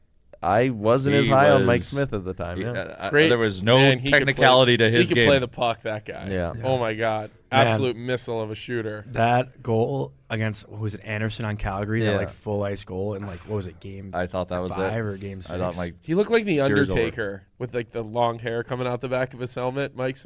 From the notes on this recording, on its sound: live from the Seagram's VO Whiskey Studio at Sponsorship X in Toronto